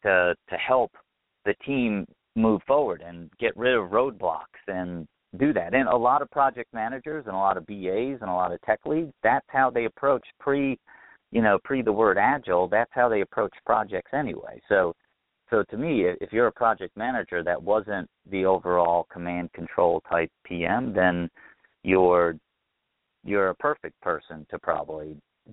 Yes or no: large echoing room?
no